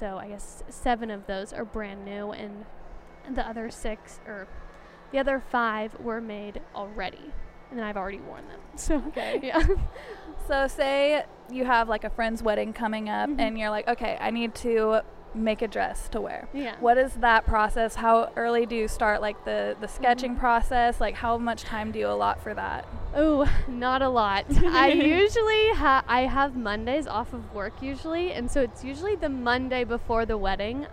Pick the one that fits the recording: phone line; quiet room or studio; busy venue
busy venue